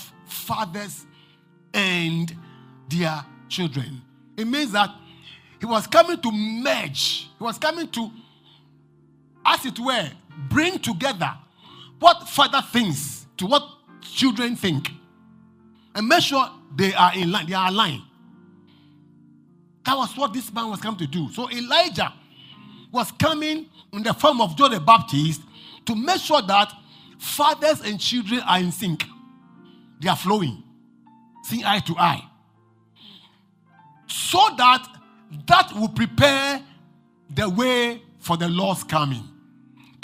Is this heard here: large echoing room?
yes